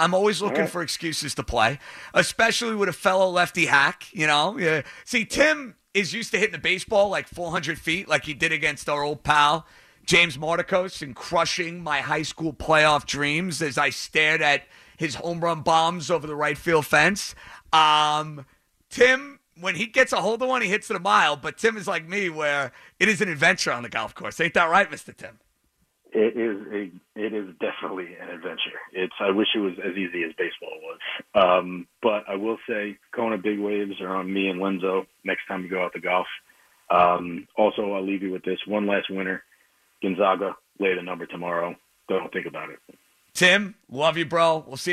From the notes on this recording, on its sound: He spends the show talking to the callers, who were the backbone of his show. Some special guests also decided to call in.